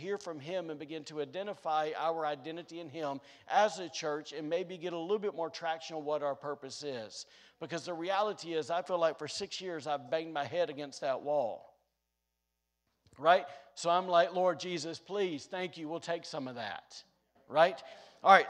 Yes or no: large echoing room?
yes